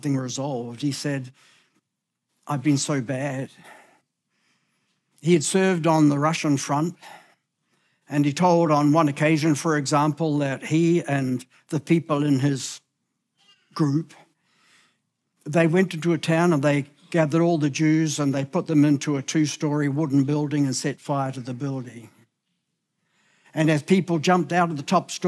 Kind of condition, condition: setting, large echoing room